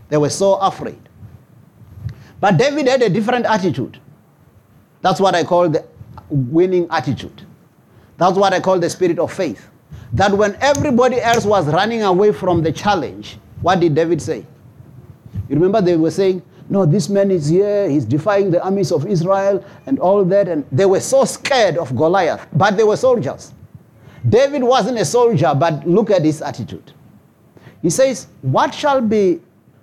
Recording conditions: large echoing room